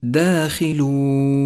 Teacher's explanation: سابعا، لاحظ المد العارض للسكون في كلمة داخلون. داخلون جاء حرف المد وبعده حرف ساكن سكونا عارضا، يمد المد العارض للسكون حركتين أو أربع حركات أو ست حركات، وقد ميز باللون البرتقالي إشارة إلى الزمن وموقع المد.